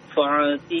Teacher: Kalau fa pakai ain itu namanya ya. Pakai hamzah, pakai pangkal tenggorokan.